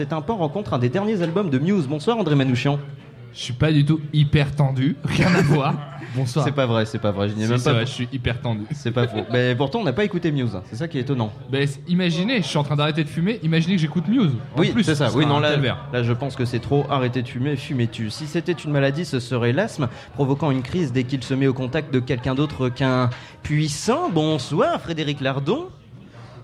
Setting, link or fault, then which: setting, busy venue